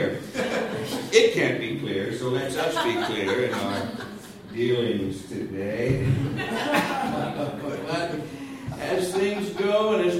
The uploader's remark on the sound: A spectacular live show recorded at The PIT in NYC.